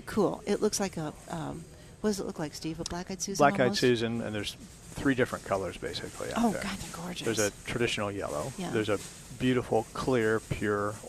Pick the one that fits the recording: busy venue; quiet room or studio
busy venue